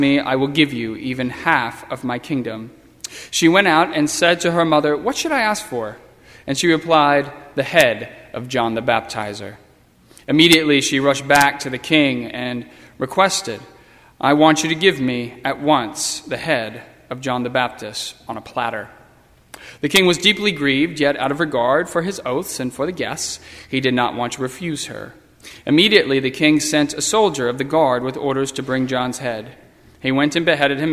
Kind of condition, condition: setting, large echoing room